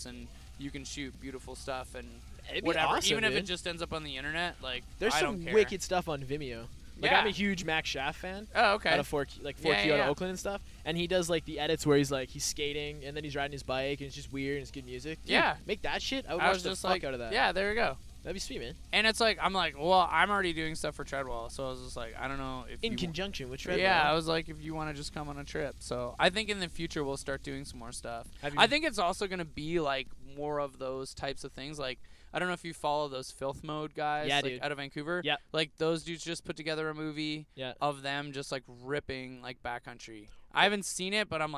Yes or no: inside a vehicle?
yes